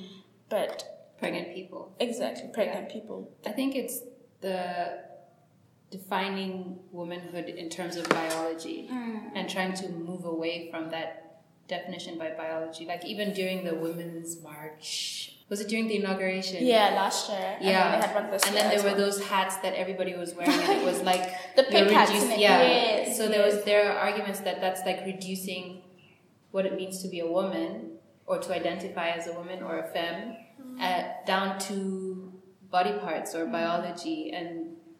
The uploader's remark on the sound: Sorry for the audio quality.